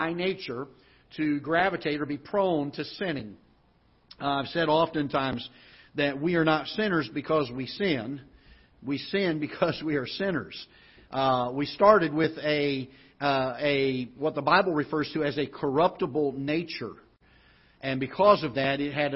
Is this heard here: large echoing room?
yes